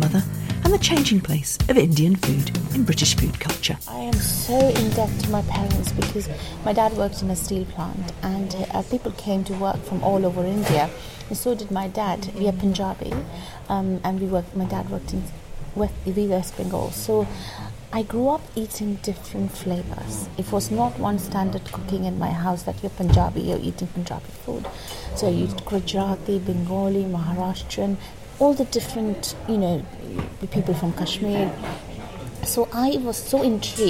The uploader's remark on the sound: in a very noisy pub